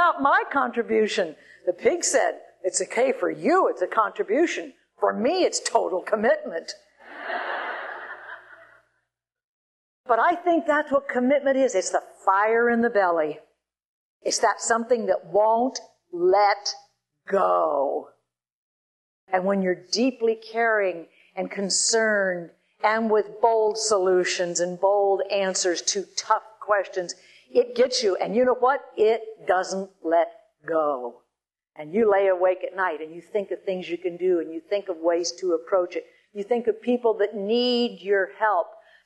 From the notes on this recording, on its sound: Recorded live